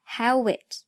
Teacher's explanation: How 的尾音是元音 u 结尾，it 开头是元音 it，所以 how it 首尾两个元音连读，读作 howit，也就是在中间加了一个 what 的音。How it 整个句子 Nothing lasts forever, no matter how it